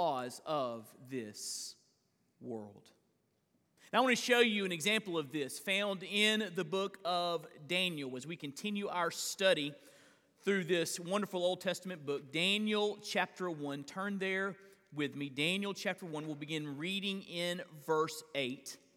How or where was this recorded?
large echoing room